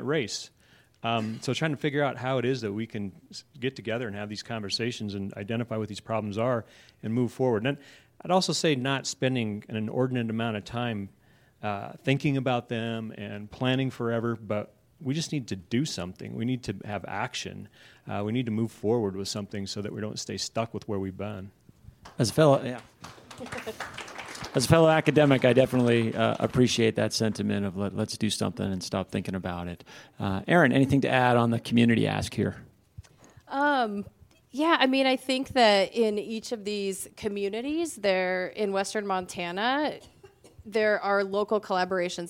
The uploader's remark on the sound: This week’s episode was recorded live at the recent innovateUM conference. A New Angle recorded in front of a live audience for the first time, capturing two micro-panel conversations.